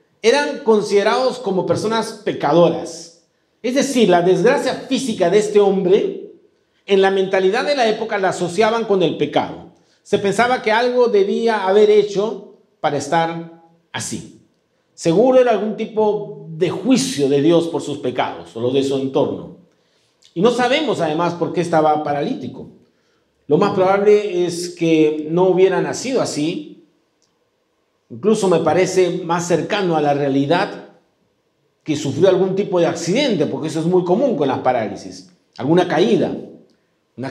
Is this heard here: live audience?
yes